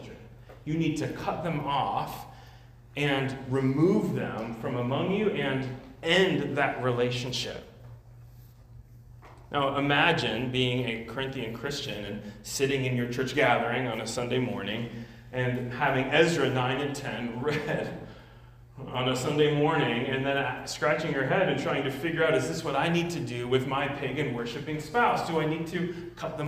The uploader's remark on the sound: At Immanuel Church of Orange County.